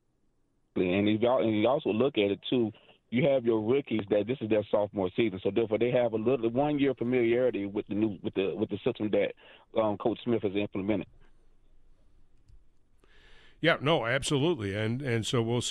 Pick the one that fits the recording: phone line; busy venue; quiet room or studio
phone line